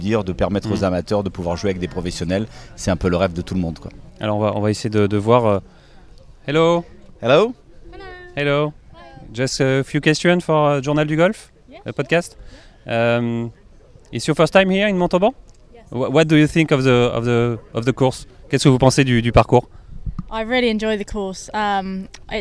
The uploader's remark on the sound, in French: Nous serons en direct du village Olympe de Gouges